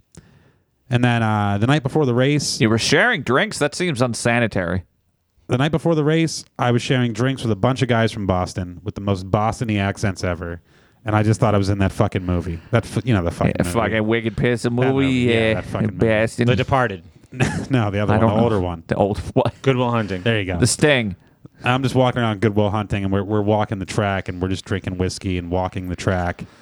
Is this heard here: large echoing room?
no